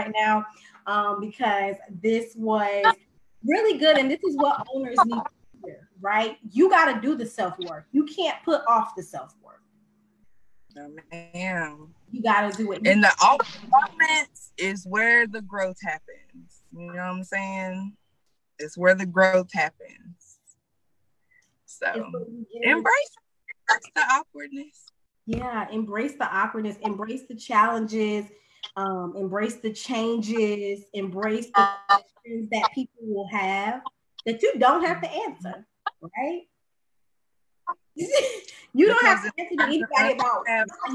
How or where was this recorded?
video call